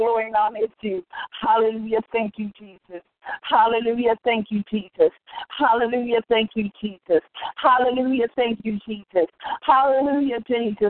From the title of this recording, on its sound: TeleConference